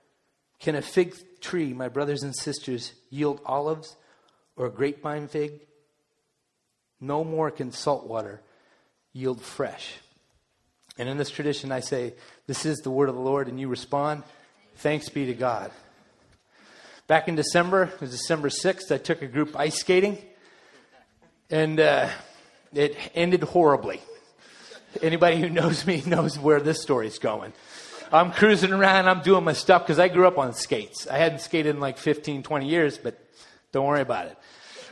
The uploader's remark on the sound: delivered during the Contemporary Worship service